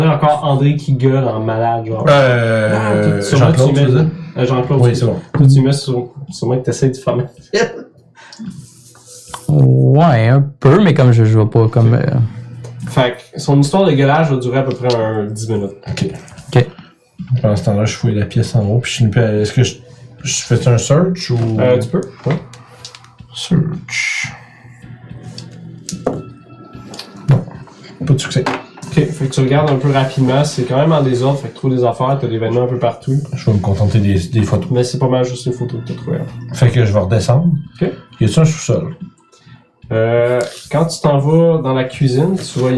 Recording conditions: poor sound quality